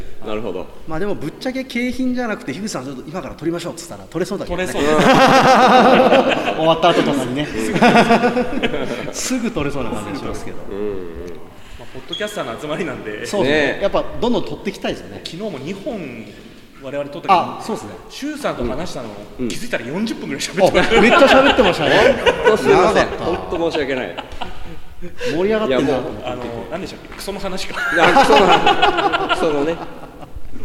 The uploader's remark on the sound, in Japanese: 金曜日のpodcastフェス運営委員会？の朝の雰囲気inいいかねパレット。金曜日のpodcast焚き火フェスの当日。いいかねパレっとのシェアライブラリーにて収録。